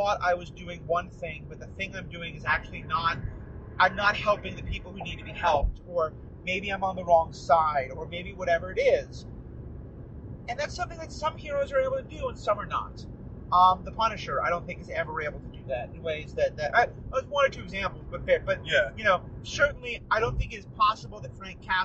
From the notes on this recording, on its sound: On our drive back from Cleveland, we once again took advantage of the drive to bring you a car talk episode, recorded on a phone in a car.